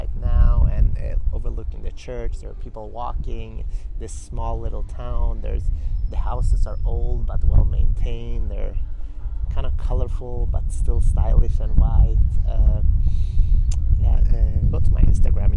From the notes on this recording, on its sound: This week's episode is recorded live from a small square on a cobblestone street in the magical island of São Miguel in the Azores. There will be a couple of moments of wind in the recording, my apologies, it's the nature of the islands.